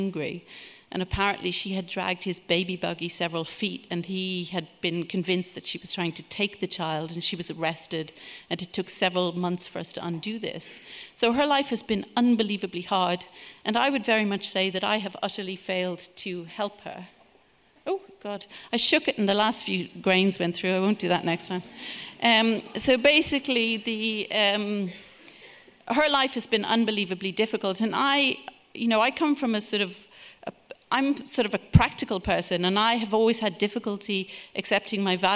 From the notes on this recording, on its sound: Recorded at The Tabernacle in London in April 2018.